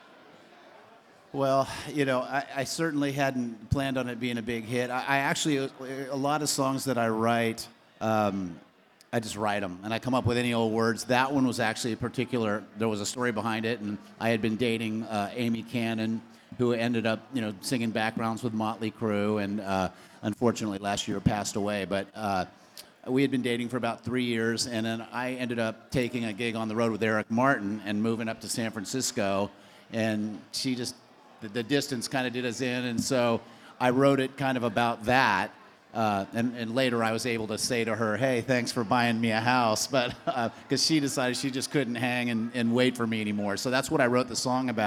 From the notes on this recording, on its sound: The Songwriting and Collaboration Panel from the Nashville Rock n Pod Expo 2. The introductions weren't recorded.